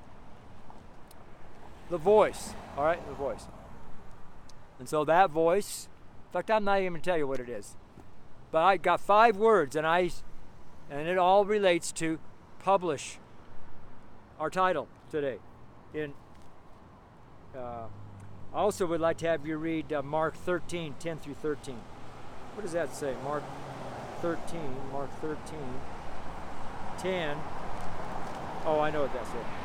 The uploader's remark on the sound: STREET SERMON